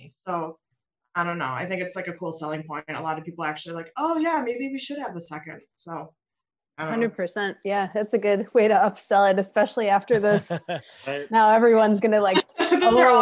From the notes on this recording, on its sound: Join the half of us that made it into our Zoom meeting shenanigans.